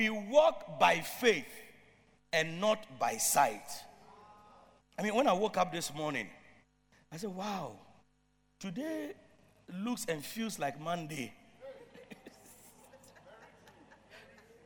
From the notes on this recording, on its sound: Preached at Loyalty House, Abbey, Dahwenya